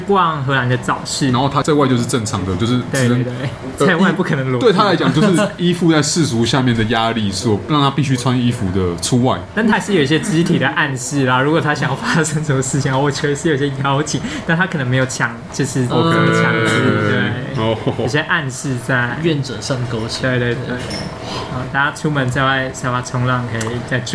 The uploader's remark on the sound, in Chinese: 本集白噪音指數：蚊風級 1/5。錄音地點： BUZZ Cafe & Beer。